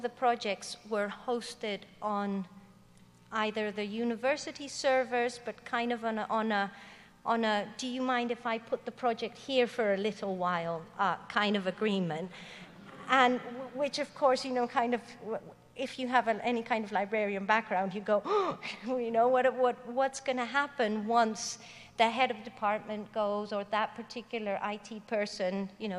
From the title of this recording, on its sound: Digital Humanities 2013 Closing Keynote